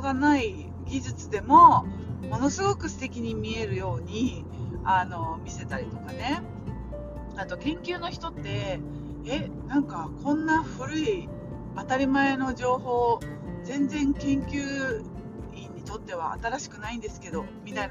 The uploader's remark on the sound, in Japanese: スイスの町を、ドライブしながらの音声です。